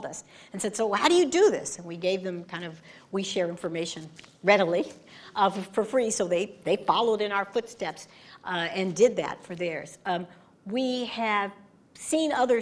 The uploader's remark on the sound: Recorded in front of a live audience.